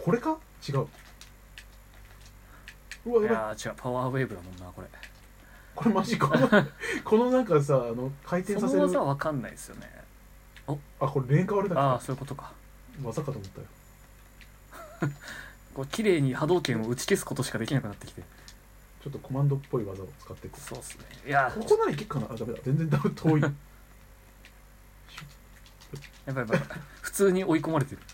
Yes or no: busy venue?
no